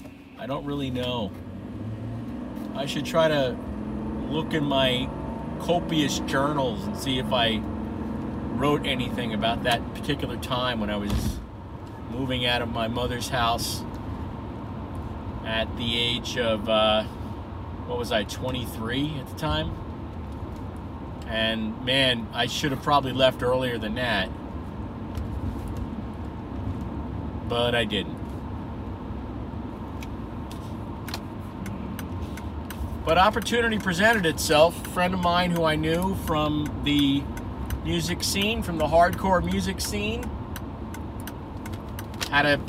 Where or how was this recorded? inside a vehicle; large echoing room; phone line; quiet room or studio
inside a vehicle